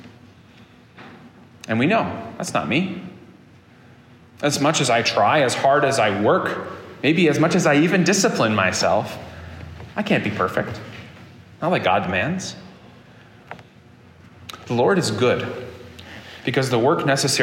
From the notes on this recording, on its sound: This sermon was preached at Prince of PEace Lutheran Church in Fairport, New York on August 20, 2023.